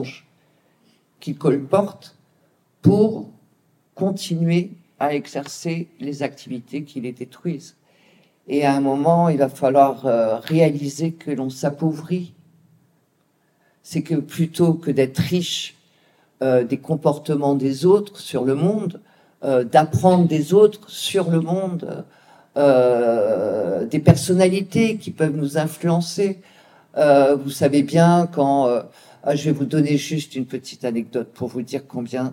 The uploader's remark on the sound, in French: Retransmission de sa conférence lors des Rencontres des intelligences animales 2023